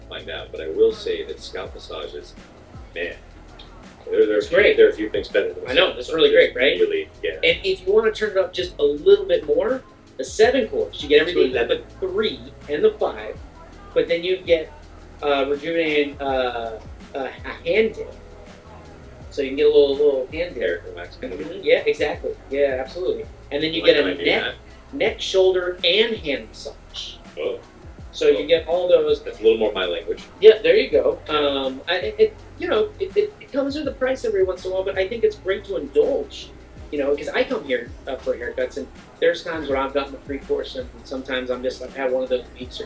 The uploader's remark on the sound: On location recording at The Gents Place.